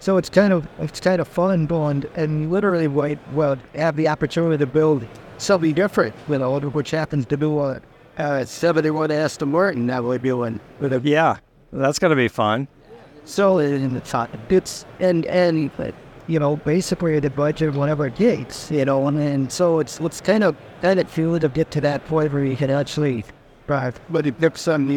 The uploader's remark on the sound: Ringbrothers live from SEMA 2023.